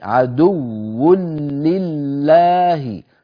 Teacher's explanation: هذه فيها إدغام، عدو فلا مط فيها، لا تطويل